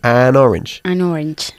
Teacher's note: Empezando la palabra orange como si empezara con una N.